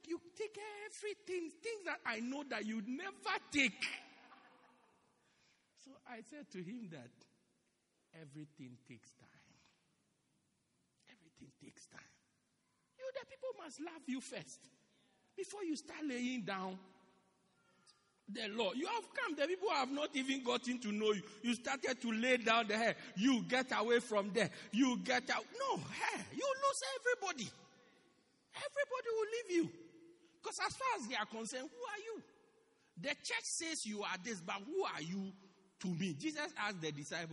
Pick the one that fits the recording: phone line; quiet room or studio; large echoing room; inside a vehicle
large echoing room